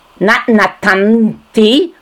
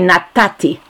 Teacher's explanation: Not natanti, the nun drops, and you say natati. · Shown in: second take · And you put a dagesh to indicate a letter is missing.